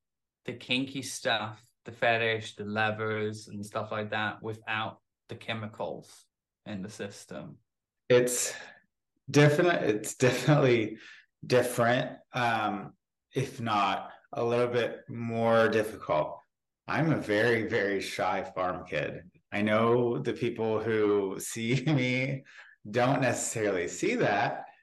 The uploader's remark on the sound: Zoom